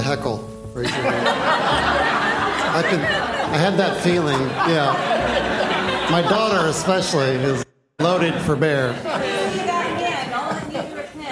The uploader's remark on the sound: A parenting seminar from the Confluence 2023 conference.